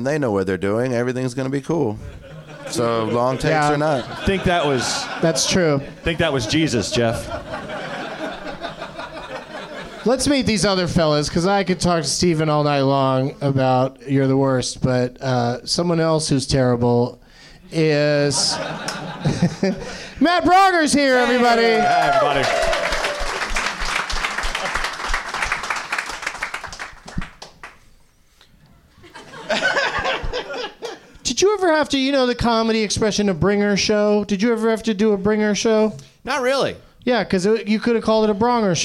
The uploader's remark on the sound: Live from the NerdMelt Showroom in Los Angeles